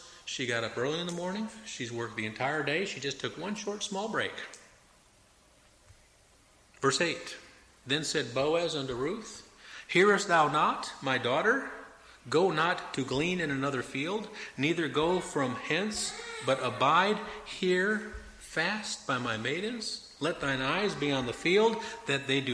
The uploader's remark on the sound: Preached at Mt Olive PBC in Jan 4, 2004